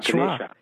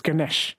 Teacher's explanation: so the A at the end is pronounced like a schwa · Shown in: first take